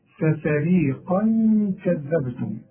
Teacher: والقاف هي العالية قوي في التفخيم